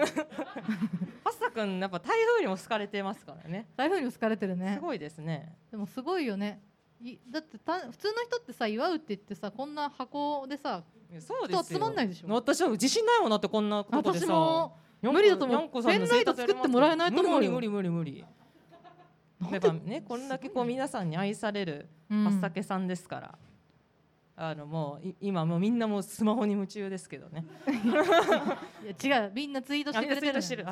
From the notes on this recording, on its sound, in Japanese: 公開収録を行いました